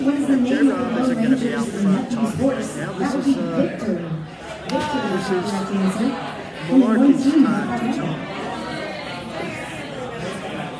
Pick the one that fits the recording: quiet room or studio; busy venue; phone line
busy venue